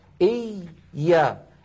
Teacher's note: الياء الأولى ساكنة والياء رخوة، فلذلك زمنها مساو لبس.